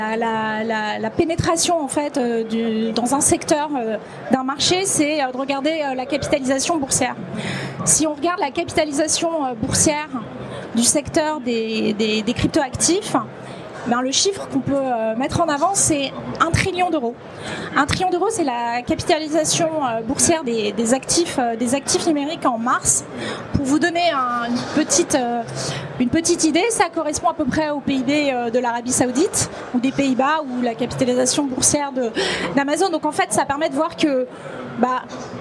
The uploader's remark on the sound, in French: Enregistré en public et en direct de Vivatech 2023 sur le stand de PwC.